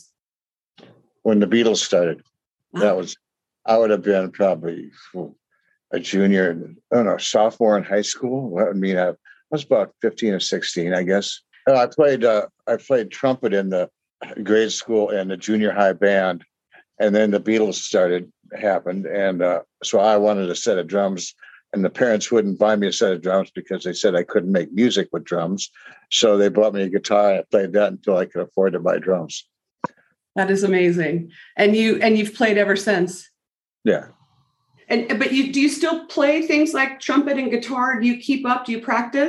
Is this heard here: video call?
yes